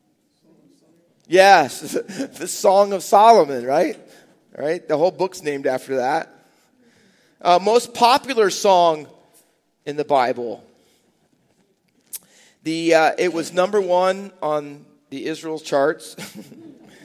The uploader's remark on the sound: Faith Baptist Church in Hamilton, NJ.